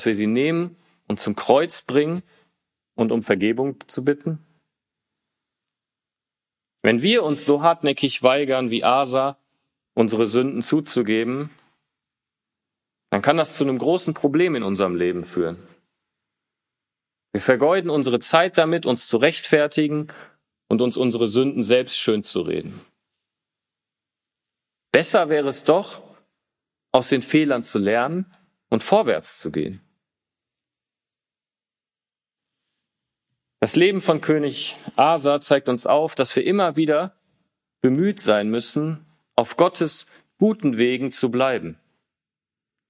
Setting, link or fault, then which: setting, large echoing room